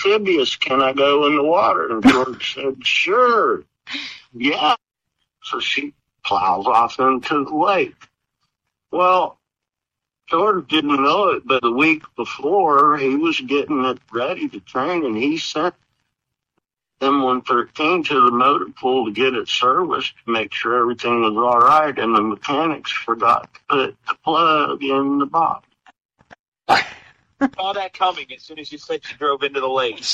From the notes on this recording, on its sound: Via phone, so the audio quality is not pristine. However, we have done our best to clean it up, so we appreciate your indulgence when listening.